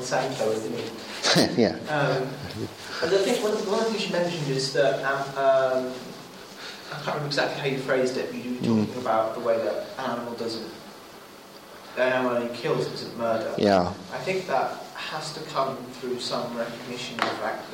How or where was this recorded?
large echoing room